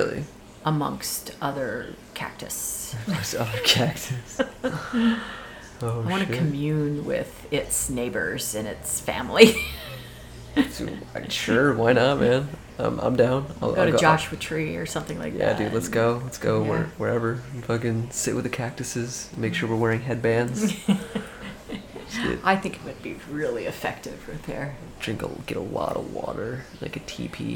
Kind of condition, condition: fault, background noise